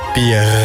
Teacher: Maar eigenlijk zegt iedere Brabander een harde G achter de R.